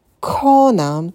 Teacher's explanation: на «к» добавляем придыхание, и долгий «о» делаем звуковую волну